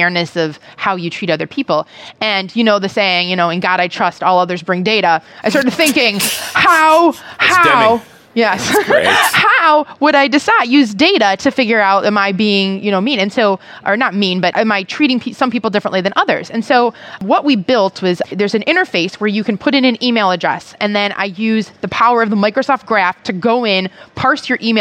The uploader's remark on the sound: while at the NDC conference in Oslo